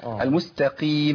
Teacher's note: القاف ضعيفه لانها في ادنى مراتب التفخيم